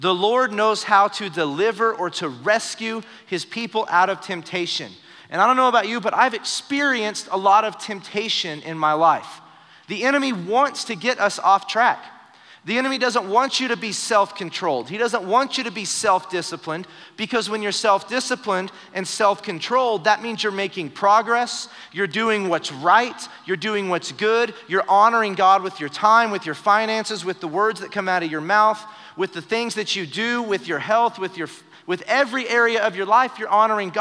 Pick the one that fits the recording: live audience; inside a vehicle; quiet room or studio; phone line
live audience